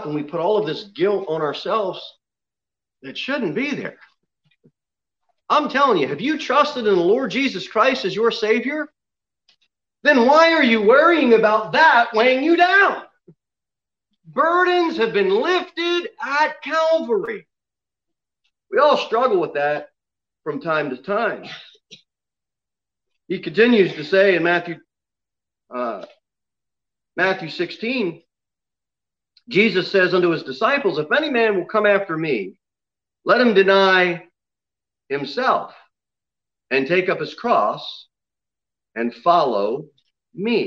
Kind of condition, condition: setting, large echoing room